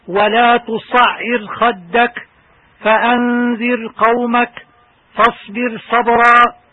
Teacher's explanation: ترقيق الراء الساكنة الواقعة في آخر الكلمة وما قبلها مكسور وما بعدها حرف استعلاء مفتوح في أول الكلمة التالية